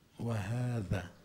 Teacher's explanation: بس الألف تاعت هذا طلعت مخطوفة